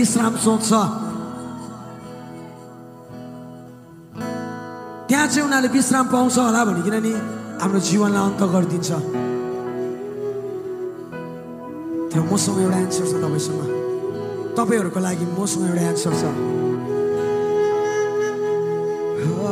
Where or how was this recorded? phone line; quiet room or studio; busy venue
busy venue